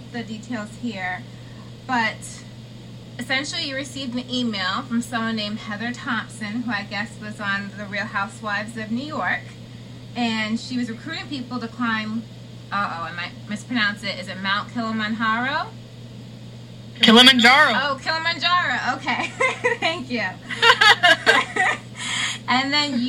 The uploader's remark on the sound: We had a few recording difficulties